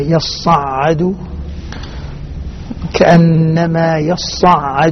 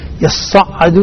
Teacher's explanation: العين لا تعطيها شدة · Shown in: first take · Term: حرف متوسط